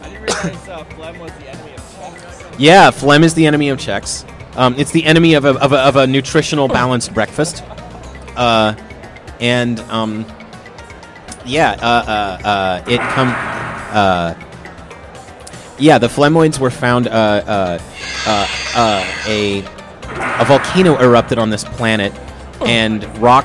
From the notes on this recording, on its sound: Live from INTERNET YAMI-ICHI